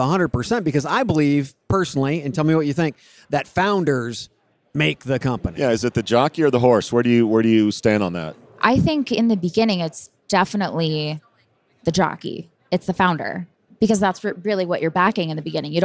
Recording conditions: busy venue